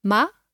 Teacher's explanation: It can be pronounced ma with a high tone, a high-level tone